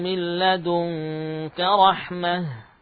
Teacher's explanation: Kalau kita berhenti pada ta' marbutah, maka berhenti pada ha.